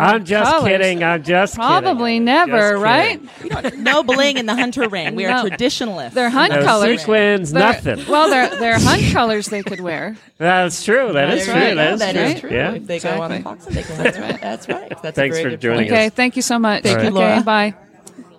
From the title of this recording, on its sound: Live from Certified Horsemanship Association Conference